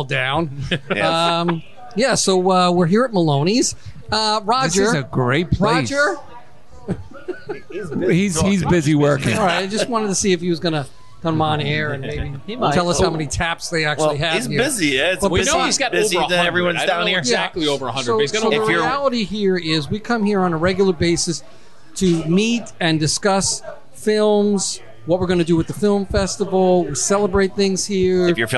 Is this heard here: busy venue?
yes